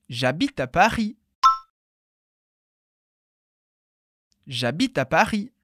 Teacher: o R é sempre da garganta. · em Paris, a gente não pronuncia o S do final.